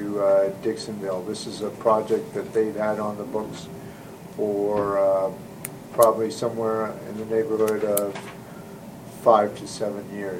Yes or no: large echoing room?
yes